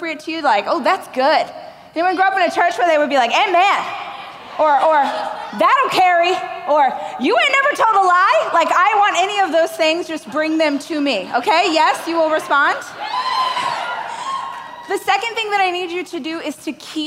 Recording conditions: live audience